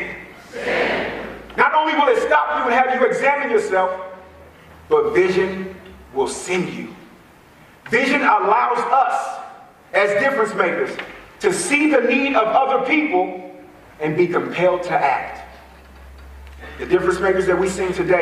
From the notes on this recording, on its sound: A keynote speech from 2015 at my alma mater, Bishop O'dowd High School.